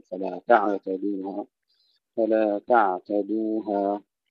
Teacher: كذلك فلا تعتدوها، تعتدوها أيضا فصل التاء عن الدال، وهنا أيضا ننتبه إلى سكون العين مع الرخاوة بدون قلقلة، نقول فلا تعتدوها، فلا تعتدوها.